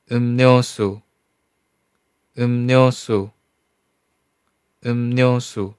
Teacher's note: 第二个字发生鼻音化音变，也叫辅音同化音变，变成 n 辅音。